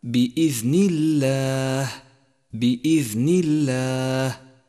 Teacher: خامسا، رققت لام لفظ الجلالة عند قوله تعالى بإذن الله. بإذن الله، رققت لأنها مسبوقة بحرف مكسور هو النون